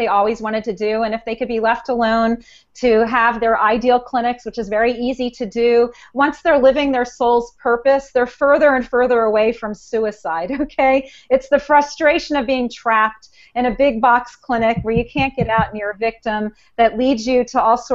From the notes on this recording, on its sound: This is the audio portion of a Google Hangout from the Suicide Prevention Social Media community.